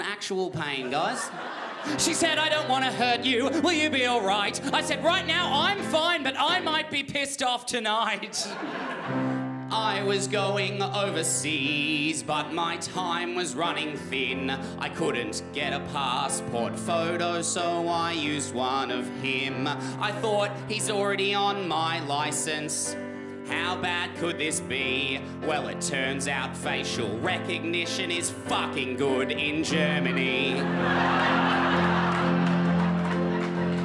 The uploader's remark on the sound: Melbourne International Comedy Festival's Comedy Up Late. Recorded at the home of the Festival Club, Max Watt’s for ABCTV.